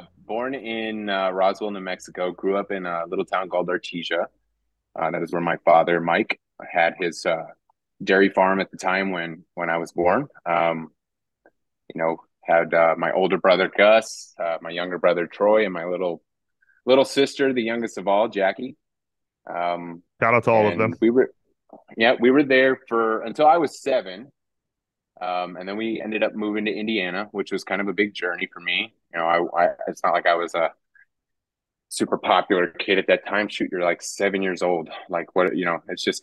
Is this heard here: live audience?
no